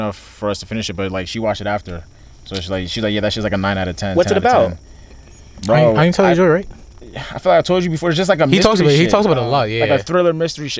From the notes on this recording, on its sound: The fellas are back outside again accompanied by Mother Nature and her beauty.